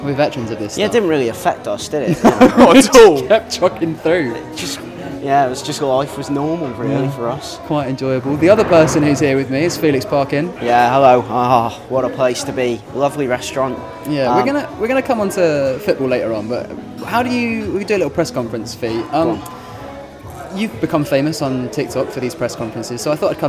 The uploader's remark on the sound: they chose to record in a Las Iguanas on the South Bank